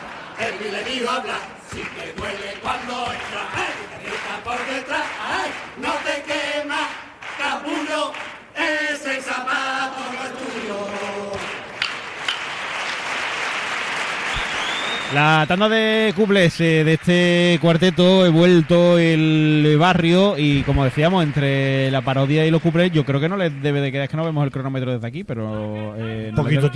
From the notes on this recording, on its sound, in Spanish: En las preliminares del COAC 2024. En directo desde el Gran Teatro Falla de Cádiz, escucha la retransmisión del Concurso Oficial de Agrupaciones Carnavalescas del Carnaval de Cádiz 2024 en Onda Cero Cádiz.